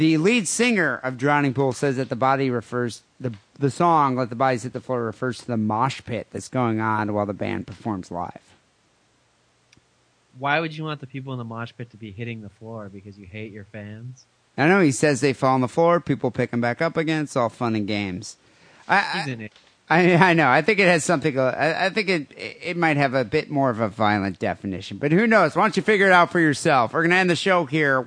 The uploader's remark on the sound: Phone calls